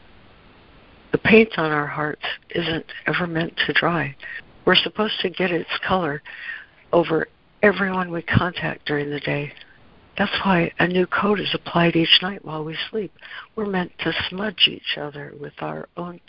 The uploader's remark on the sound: ACIM Daily Conference Call